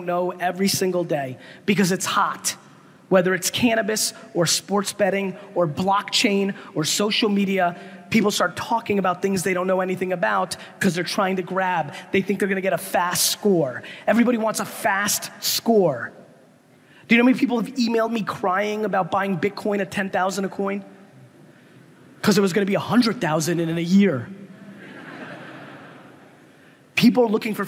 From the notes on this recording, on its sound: a segment from a throwback keynote I gave in Jakarta, Indonesia a few years ago